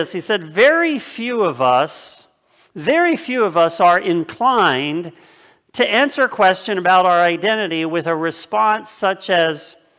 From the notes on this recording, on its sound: This sermon was originally preached on October 11th 2020 at Linglestown Life Church in Harrisburg PA.